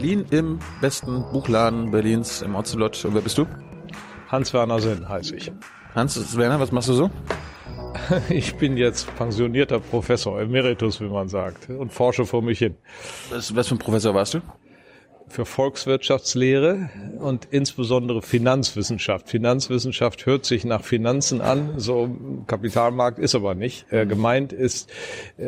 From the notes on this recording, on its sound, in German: November 2019 in der Berliner Buchhandlung "Ocelot" aufgezeichnet.